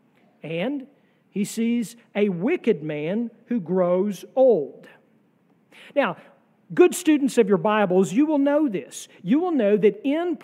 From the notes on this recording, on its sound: sermon from our worship service on July 30, 2023